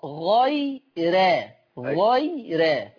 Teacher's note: لما يجي قبلها ياء مادية أو لينة يعني ياء ساكنة هنرقق الراء